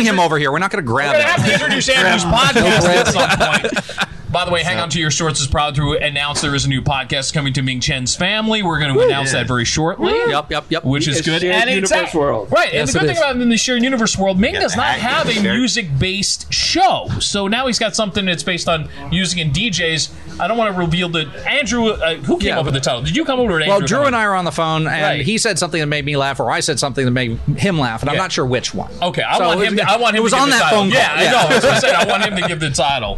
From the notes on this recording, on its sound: records LIVE from The Saint in Asbury Park, NJ